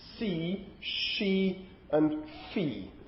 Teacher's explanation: the first sounds in the words see, she, and fee are voiceless